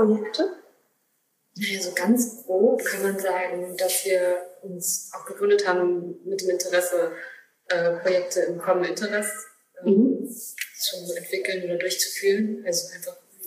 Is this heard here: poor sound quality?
yes